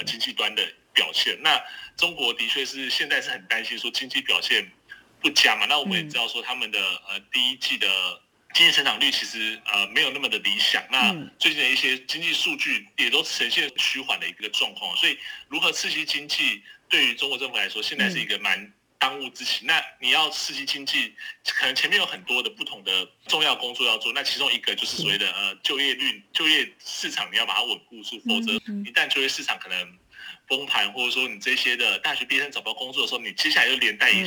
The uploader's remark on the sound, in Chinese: 連線訪問中央社駐上海記者